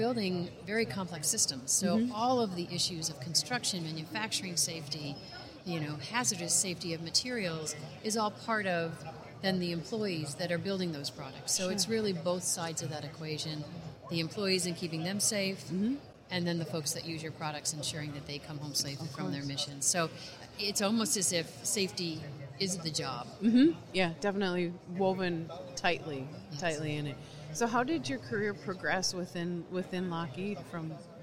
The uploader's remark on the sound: live from the floor of the 2019 NSC Expo